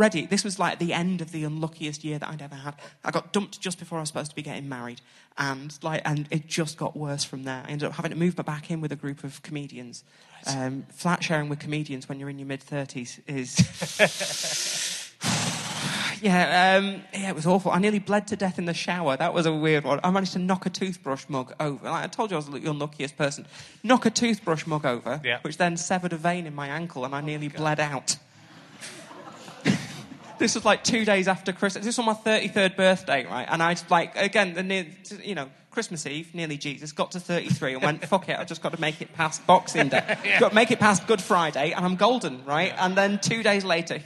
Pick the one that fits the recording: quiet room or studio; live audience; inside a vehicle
live audience